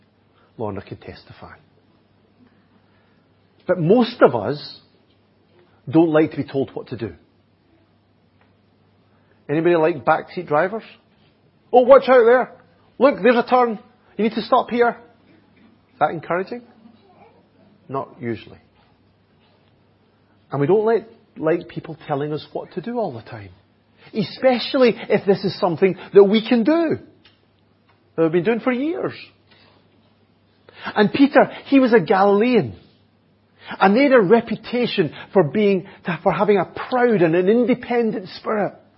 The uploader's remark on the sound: Audio recording of the Sunday morning Bible Teaching given. At Enniscorthy Christian Fellowship, Enniscorthy, County Wexford, Ireland.